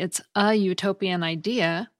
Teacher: Similarly, it's a utopian idea because the U at the beginning of utopian makes a consonant Y sound